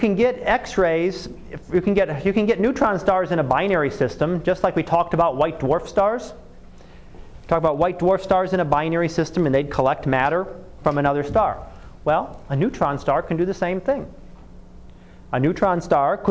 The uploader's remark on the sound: Live Class Lecture